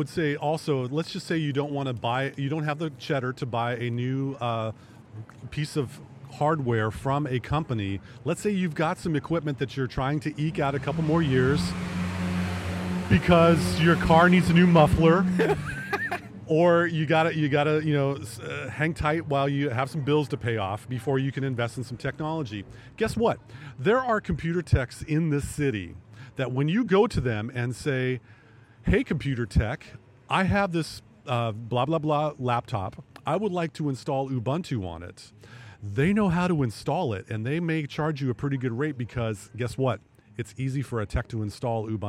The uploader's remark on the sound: Recorded LIVE on the streets of Bham, at Camber Coffee